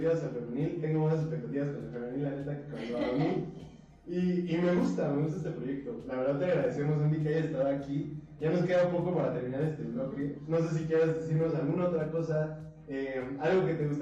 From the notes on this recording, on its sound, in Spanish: Por error grabamos con el micro de la pc y el audio podría ser mejor. Transmitido en vivo en 2020.